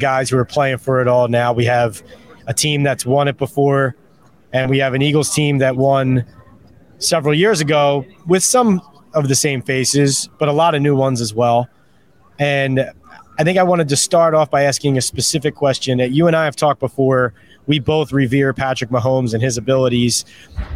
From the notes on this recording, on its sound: Hosts a Super Bowl LVII Eagles-Chiefs Preview from Media Row in Phoenix, Ariz.